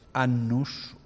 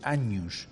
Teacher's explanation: En este caso, tanto cuando hay una N, dos N juntas, como cuando hay una N y M, como en somnu, que después va a dar sueño, el esfuerzo articulatorio para pronunciar esas dos nasales da lugar finalmente a esa palatalización.